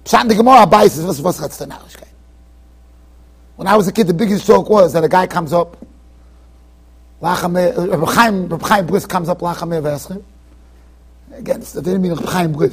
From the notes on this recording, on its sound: Shiur recorded in Yeshivas Ohr Reuven, Monsey NY.